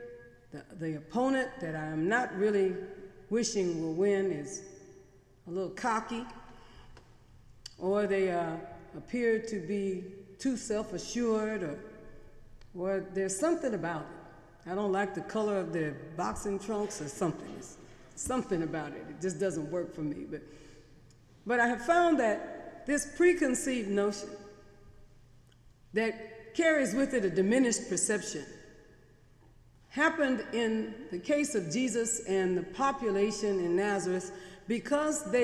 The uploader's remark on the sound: Sermons preached on Sunday in The Memorial Church during the academic year.